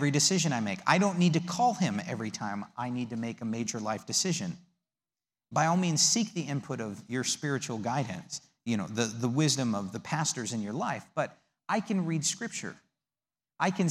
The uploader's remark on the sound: The audio from the servantship service of May 19th, 2019.